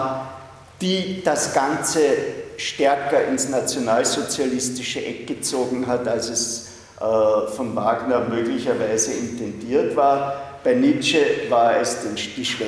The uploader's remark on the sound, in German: Diese Vorlesung wurde von Studierenden aufgenommen